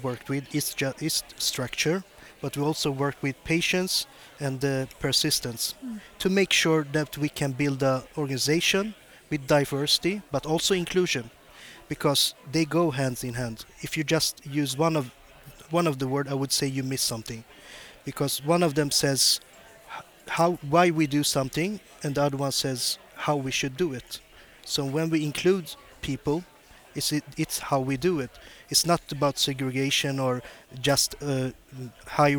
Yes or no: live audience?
yes